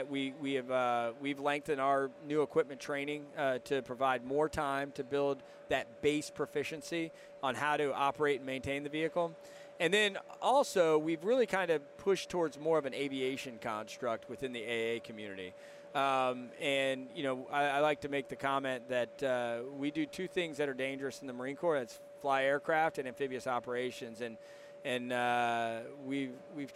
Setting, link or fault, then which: setting, busy venue